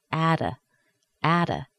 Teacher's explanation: the first T is in a weak syllable. It sounds like a D.